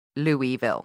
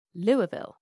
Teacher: Like, it's all just one long syllable. · Shown in: second take